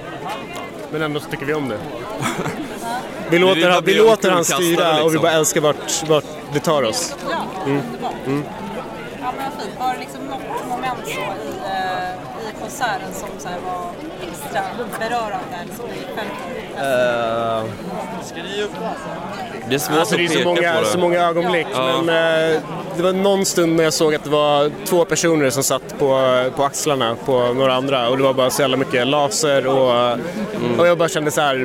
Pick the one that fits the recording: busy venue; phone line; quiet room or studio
busy venue